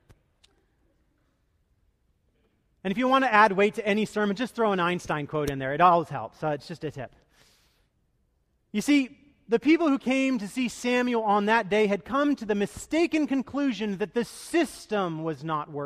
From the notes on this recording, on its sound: Delivered duruing the Traditional Worship service.